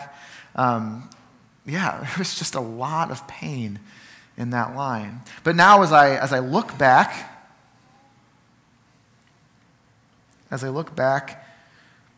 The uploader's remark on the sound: Sermon from Ninth Street Christian Church